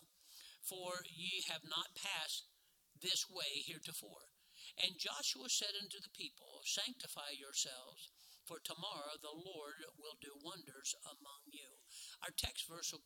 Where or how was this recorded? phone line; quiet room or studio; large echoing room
large echoing room